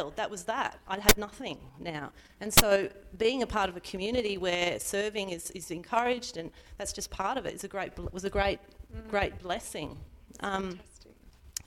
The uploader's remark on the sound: Final Session of the Divergent Church Radiance Women's Conference 2019.